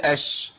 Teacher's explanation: الشين رخوه بيجري فيها صوت